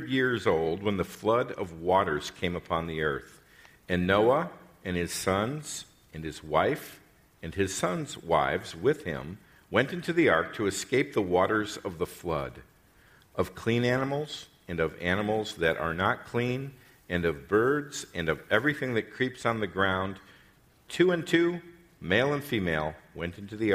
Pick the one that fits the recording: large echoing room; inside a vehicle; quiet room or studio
large echoing room